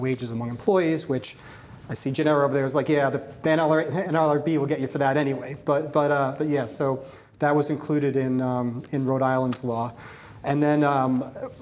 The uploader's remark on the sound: Before a live audience at Akerman’s Labor & Employment Summit in Santa Monica, California.